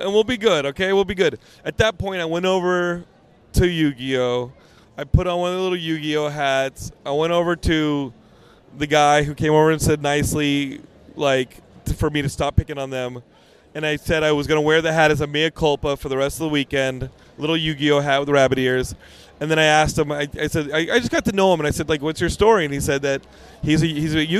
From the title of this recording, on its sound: Geekscape at San Diego Comic Con 2023 Day 2!